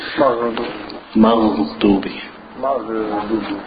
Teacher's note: you don't make a qalqala. It doesn't have the echoing.